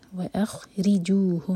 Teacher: تو خا سکون کے بعد ری پر زور دیں گے اور ری باریک